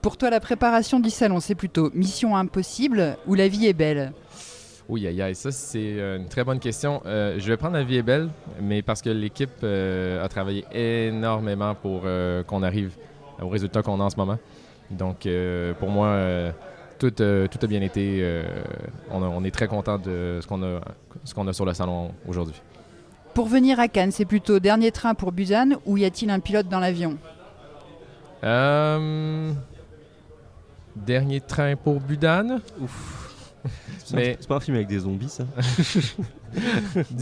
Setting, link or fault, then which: setting, busy venue